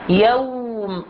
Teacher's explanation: يجب أن ننطق الياء في يوم بهذا الشكل، ياء، وثم هنا نأتي للواو ونعطيها حقها كما هي. يوم، تلفظ الواو أنه تكون تدوير الشفتين بشكل كامل مع التقدم مقدارا إلى الأمام